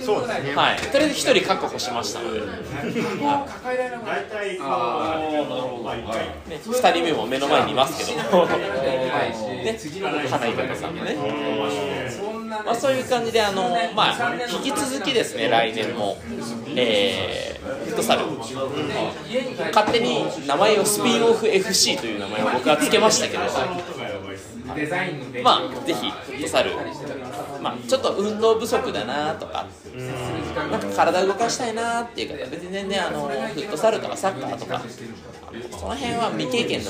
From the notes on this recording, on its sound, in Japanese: 雑音多め。忘年会会場での録音のため雑音が多めです。ホストの2人は若干酔っ払いながら話してます。